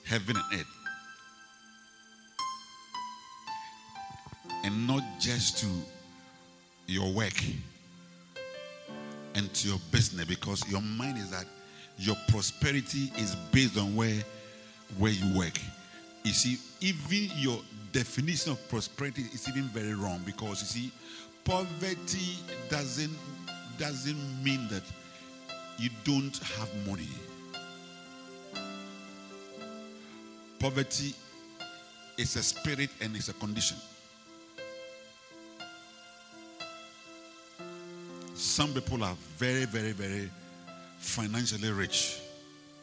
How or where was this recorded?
large echoing room